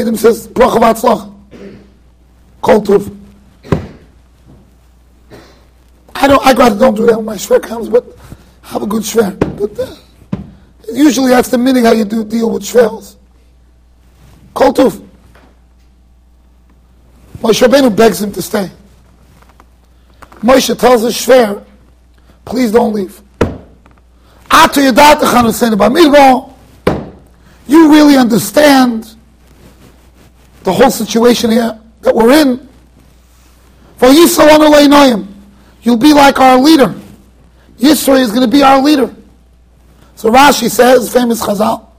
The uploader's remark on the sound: Shiur recorded in Yeshivas Ohr Reuven, Monsey NY.